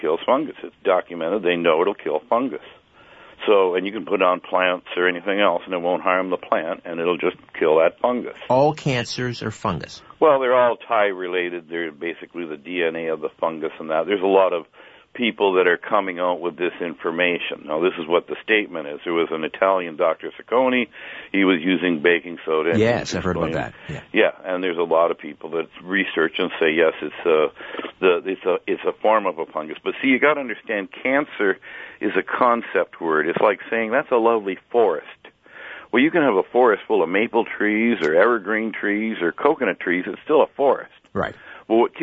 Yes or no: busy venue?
no